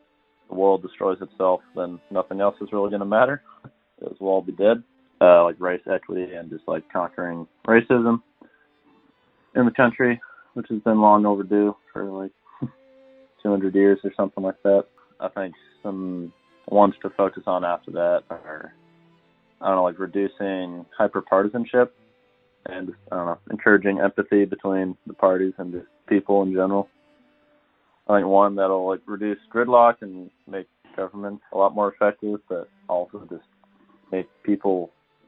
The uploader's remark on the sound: For this episode we recorded phone calls and received cell phone voice memos.